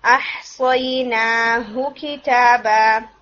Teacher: یہ جو ہا ہے یہ تھوڑا آپ کا اسٹریچ ہو گیا تھا، اس کو کھینچنا نہیں ہے، اس کو شارٹ کر کے پڑھیں